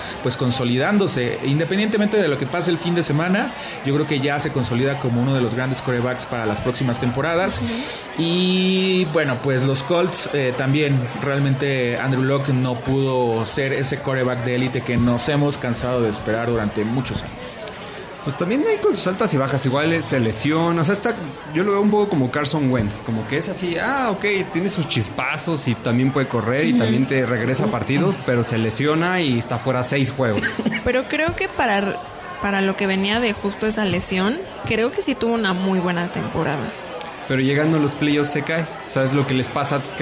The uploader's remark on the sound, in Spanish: Tiene casa llena! Transmiten desde la ruidosa Nueva Orleans.